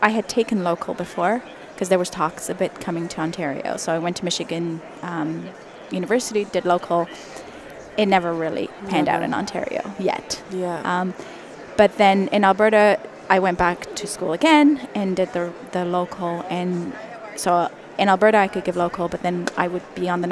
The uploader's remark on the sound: it was recorded live at the the Ontario Dental Association meeting in Toronto, live on the trade show floor.